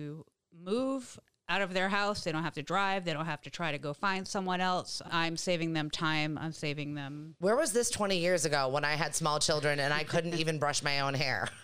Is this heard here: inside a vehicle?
no